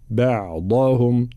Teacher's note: تفخيم الضاد وترقيق بقية الحروف مع بيان الضم في حرف الهاء، هو بعضهم، لا نقول بعضهم هو.